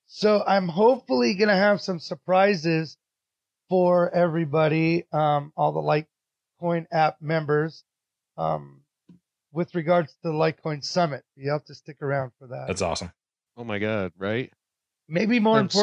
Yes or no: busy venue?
no